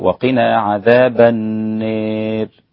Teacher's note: والدوري أيضا عن الكسائي يميل كلمة النار، فيصير وقنا عذاب النار هكذا.